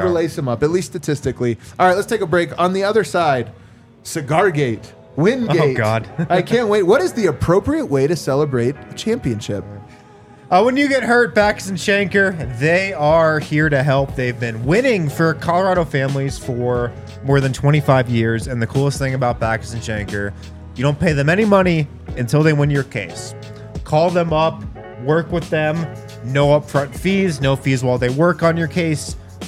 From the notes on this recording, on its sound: come to you LIVE from the DNVR Bar